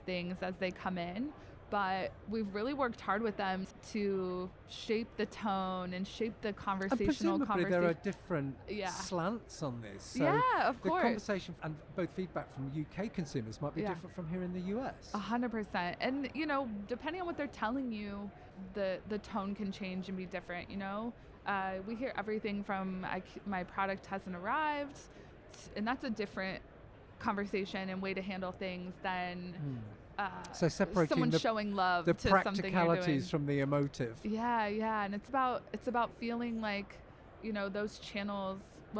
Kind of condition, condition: setting, busy venue